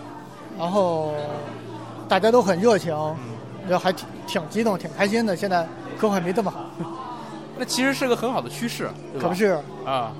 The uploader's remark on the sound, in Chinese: S19.2017科幻苹果核圣诞趴现场采访